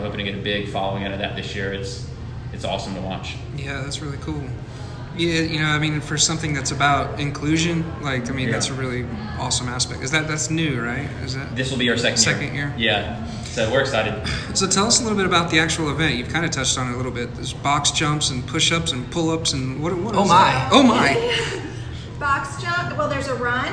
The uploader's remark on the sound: go on location at NoDa Brewing Company